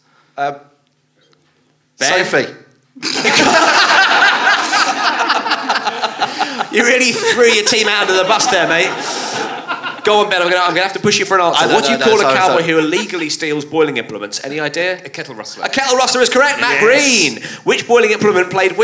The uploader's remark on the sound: At the Leicester Comedy Festival for a kettle-themed show.